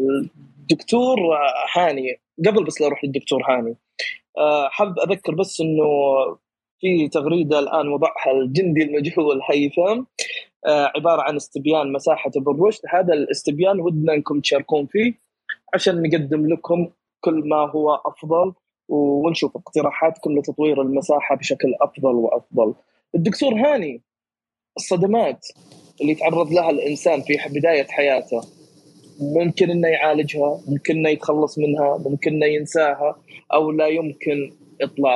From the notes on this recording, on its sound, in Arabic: تسجيل لمساحة ابن رشد الأسبوعية على منصة تويتر